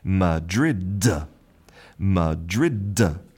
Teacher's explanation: It's almost as if we do have a vowel at the end. We have this little hidden A that we don't write. · Term: final consonant